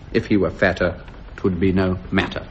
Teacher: For the feminine rhyme, it's where the unstressed syllable comes last of all, and it's the stressed one just before it.